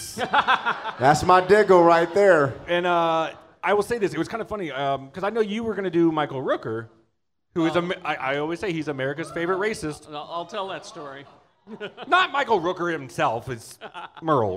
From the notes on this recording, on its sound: Recorded Live at 50west club in front of a packed house, last day of SLCC 2016.